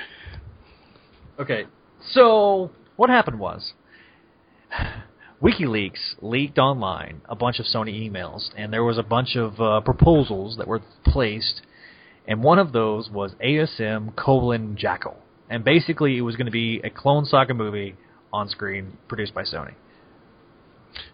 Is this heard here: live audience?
no